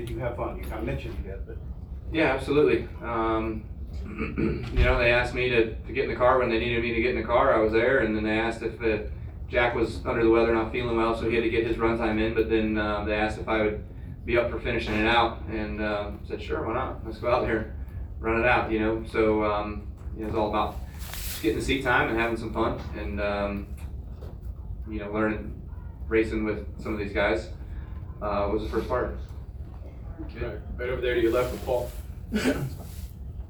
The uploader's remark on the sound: Live from Daytona